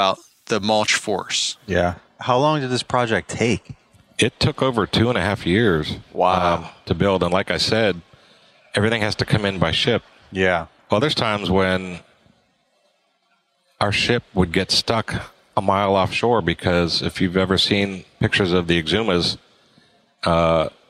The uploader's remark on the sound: At Synkd Live